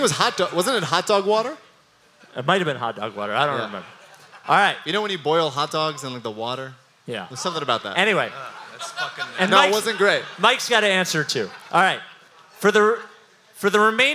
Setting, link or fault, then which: setting, live audience